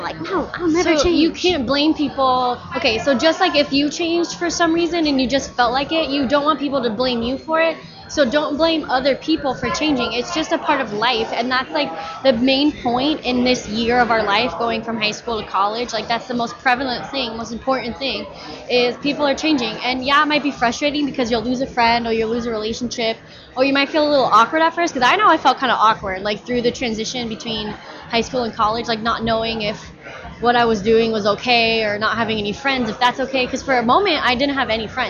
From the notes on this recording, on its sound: We are live from the Microsoft Store at the Scottsdale Fashion Square.